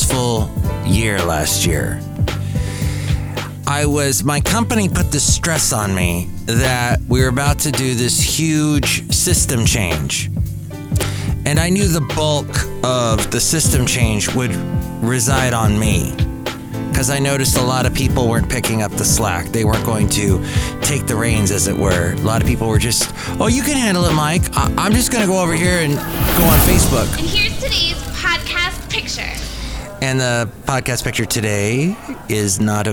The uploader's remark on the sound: podcasts live from Cafe Anyway